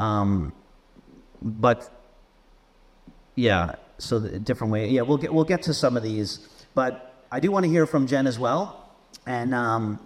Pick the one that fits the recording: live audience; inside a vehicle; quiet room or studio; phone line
live audience